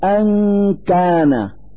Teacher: نلفظ النون الساكنة من كلمة أن من مخرج الكاف من كلمة كان، فنقول أن كان مع إظهار الغنة التي تدل على وجود نون ساكنة.